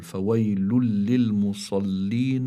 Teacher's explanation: لا خطا تثبت لفظا لا خطا باللفظ التنوين يلفظ نون ساكنة فهذه النون الساكنة اللي هي متضمنة بالتنوين تدغم في اللام لكن إدغام بغير غنة بسموه إدغام كامل بسموه إدغام كامل لكن بلا غنة فهكذا يقول